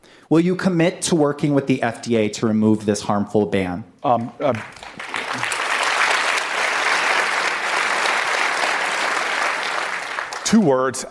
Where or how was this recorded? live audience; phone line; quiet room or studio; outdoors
live audience